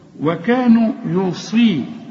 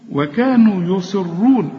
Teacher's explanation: الصاد هنا آخر درجات التفخيم